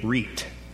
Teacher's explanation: the Germans would say usually reet, the hard T. They wouldn't pronounce the soft TH sound.